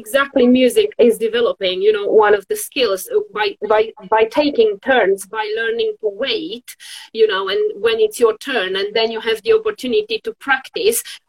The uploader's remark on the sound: originally from an Instagram Live on Sing Create Play